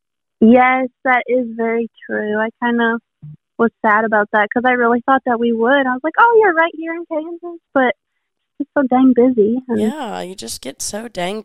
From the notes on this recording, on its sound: I jumped on the phone with a lot of people